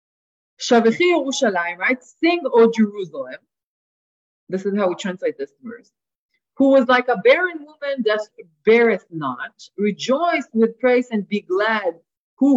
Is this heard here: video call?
yes